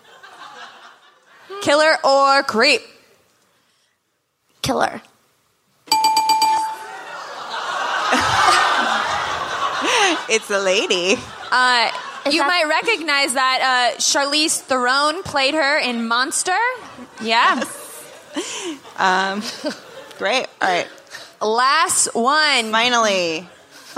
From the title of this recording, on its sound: Live from SXSW